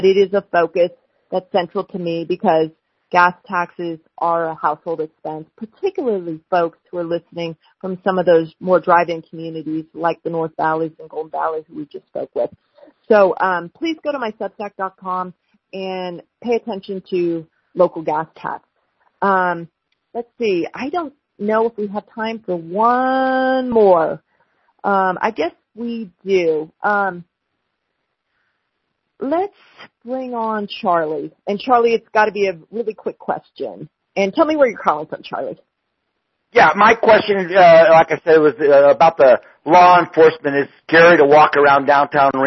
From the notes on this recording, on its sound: LIVE: Reno Telephone Townhall. A telephone townhall with nearly 3,000 attendees calling in to have their questions answered and their concerns heard.